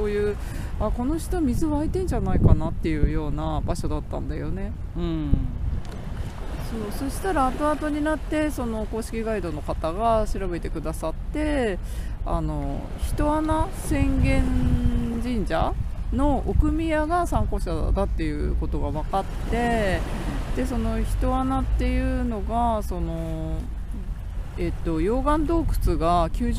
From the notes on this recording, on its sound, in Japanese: 今回の収録は気分を変えて浜辺に場所を移して富士山を目の前に昨年晩秋に富士山を訪れた時の話をしています。